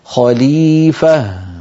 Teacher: لابد من بيان الهاء الساكنة لأنها ضعيفة ومتطرفة، فلا يقول الواحد خليفة فيسمع السامع فاء مفتوحة ليس بعدها شيء، لابد أن نبين الهاء هكذا خليفة.